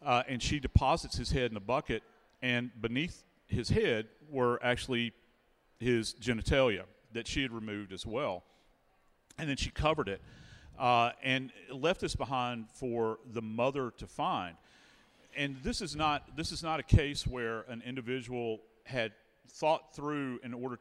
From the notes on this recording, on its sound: Body Bags Live at CrimeCon 2023. In front of a live audience at CrimeCon 2023 in Orlando, Florida.